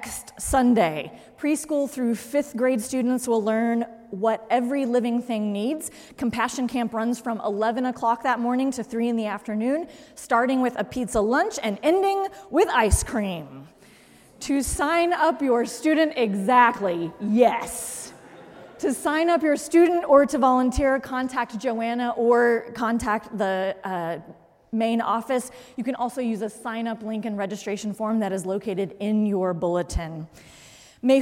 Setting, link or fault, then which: setting, large echoing room